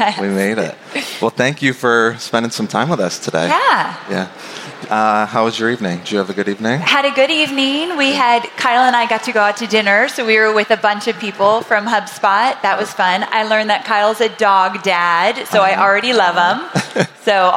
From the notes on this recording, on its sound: INBOUND 2023 Replay. I had the incredible opportunity to take the stage at the 2023 event for a fireside chat.